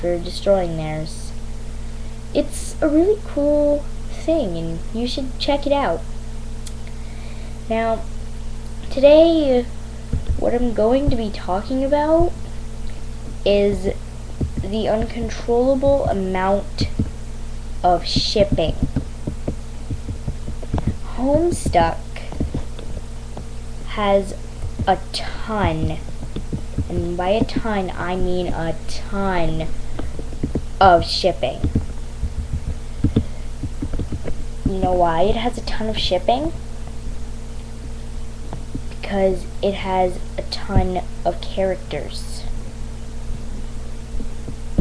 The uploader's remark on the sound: My Crappy Mic. I talk about my microphone.